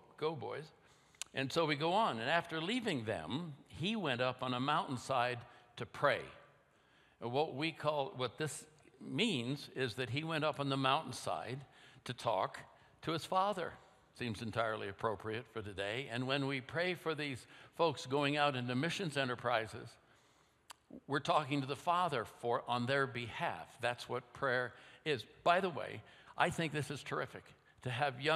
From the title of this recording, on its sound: at Timberline Church